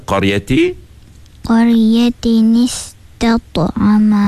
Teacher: Bahagian pangkal lidah. Pangkal lidah terangkat. · Term: huruf tebal